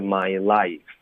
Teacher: 是 mylife，两个双元音，不要发 i